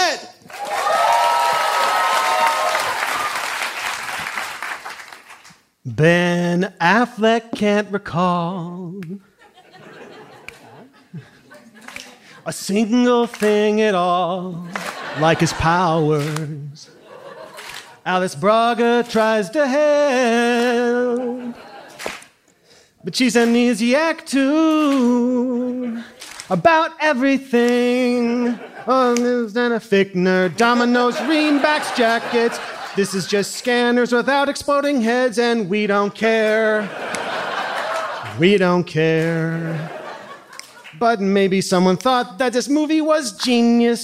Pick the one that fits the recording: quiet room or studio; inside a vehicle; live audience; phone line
live audience